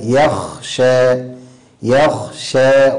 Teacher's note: من جاءك يسعى وهو يخشى، أيضا نسكن الخاء دون يعني قلقلة لها، بعض الناس يقلقلها يخشى، لا يخشى يخشى، ونرقق الشين يخشى وليس يخشى